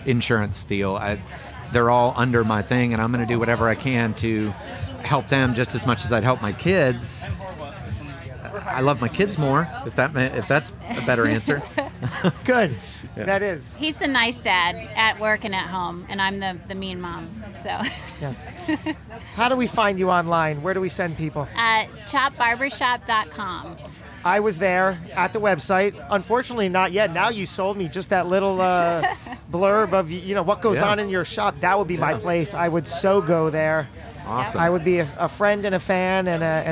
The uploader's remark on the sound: This episode was recorded live